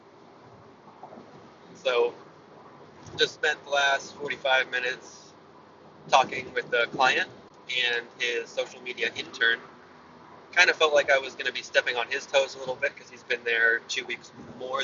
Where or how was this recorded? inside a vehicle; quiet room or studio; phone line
inside a vehicle